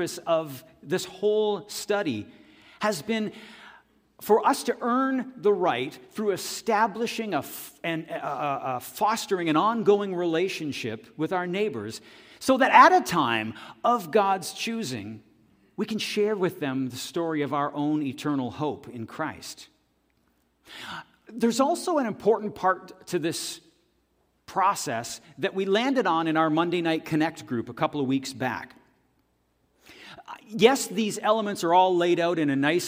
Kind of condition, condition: setting, large echoing room